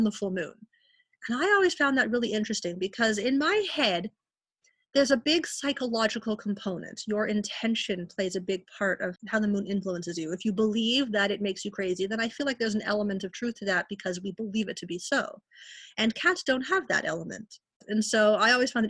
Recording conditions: video call